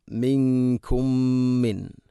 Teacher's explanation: ശേഷം മിൻകും മി മീമുസാക്കിനയ്ക്ക് ശേഷം മീമാണ് ഇദ്ഗാം ബിഗുന്ന, ഇദ്ഗാം മുതമാഥിലൈൻ എന്ന് പറയും. ഇവിടെ ഒന്നാമത്തെ മീമിനെ അടുത്ത മീമിലേക്ക് ഇദ്ഗാം ചെയ്തുകൊണ്ട് മിക്സ് ചെയ്തുകൊണ്ട് ഒന്നാക്കി ഗുന്നയോടുകൂടെ ഉച്ചരിക്കണം.